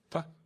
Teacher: A bilabial plosive in that moment when the explosion occurs is a bilabial fricative if you do it slowly.